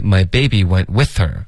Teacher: With 要加重音，不是 whether， her 不是重点，with 才是重点